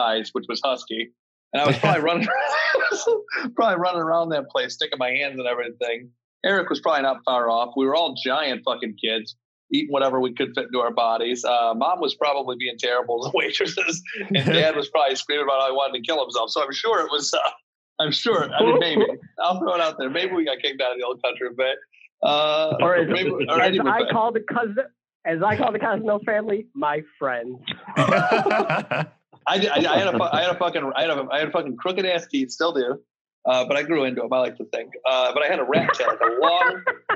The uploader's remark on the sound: have a somewhat fall-themed Zoom hangout!